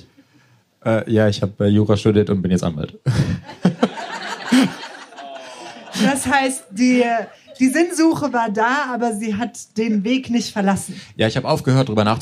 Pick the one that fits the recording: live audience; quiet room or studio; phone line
live audience